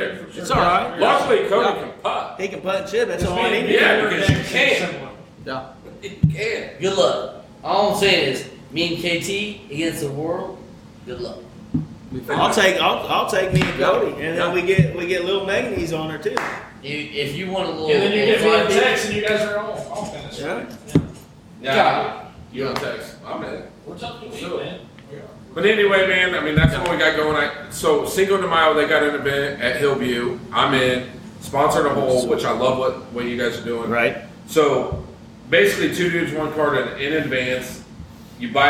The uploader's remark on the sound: Live At 5 Iron Golf